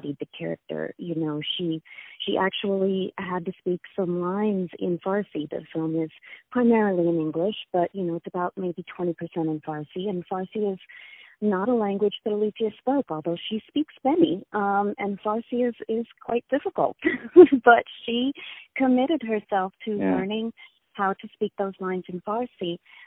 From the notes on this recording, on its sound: On the phone